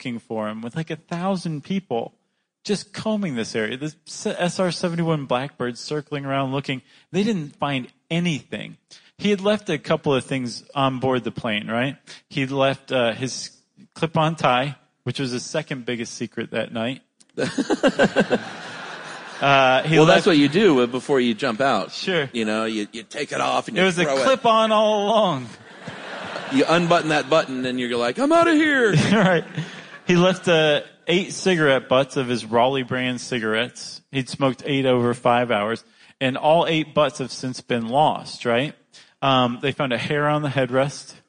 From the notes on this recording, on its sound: live from Seattle